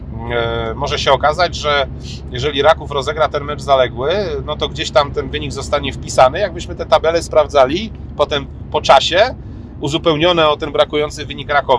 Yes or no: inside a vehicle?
yes